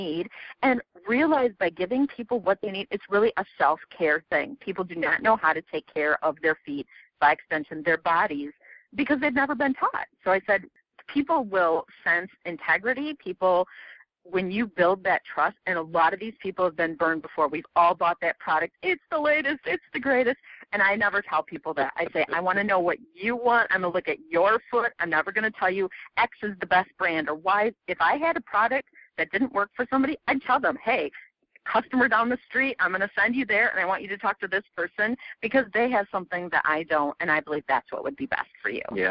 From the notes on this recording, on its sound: I conduct a telephone interview